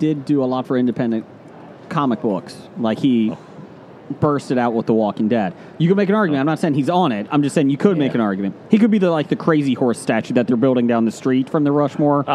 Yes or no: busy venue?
yes